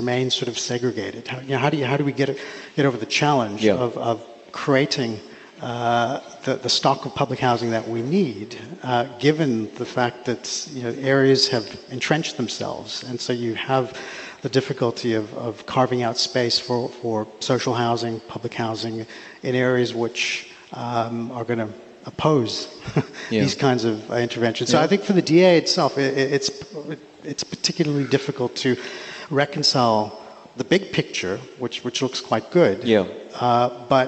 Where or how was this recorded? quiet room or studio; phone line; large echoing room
large echoing room